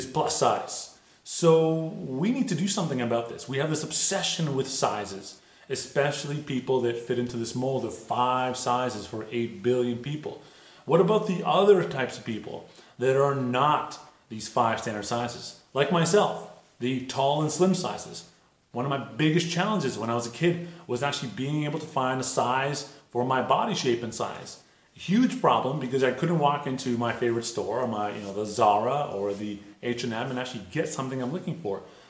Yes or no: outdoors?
no